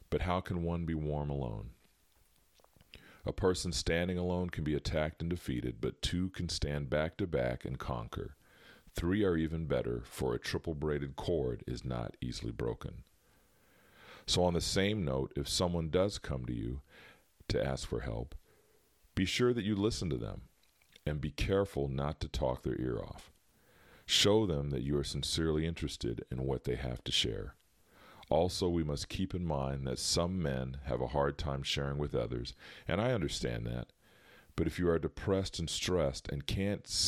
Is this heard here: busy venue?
no